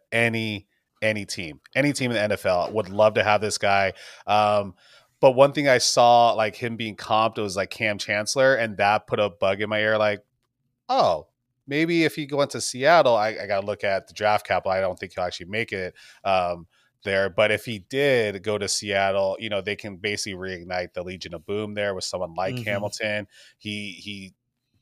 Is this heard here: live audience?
no